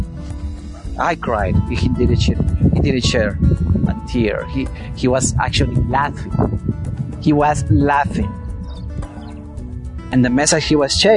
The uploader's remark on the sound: The audio was recorded outdoors so there is a certain level of noise